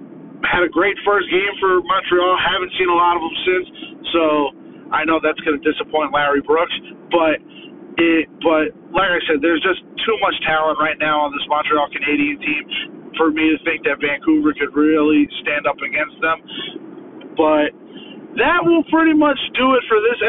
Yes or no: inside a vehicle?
yes